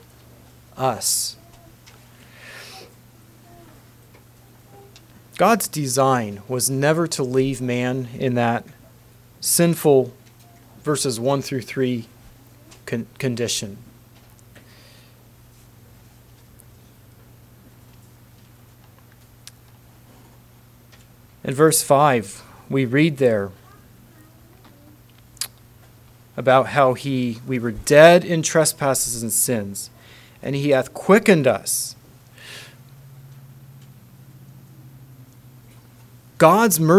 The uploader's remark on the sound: Council Message. Message preached at Word of Hope.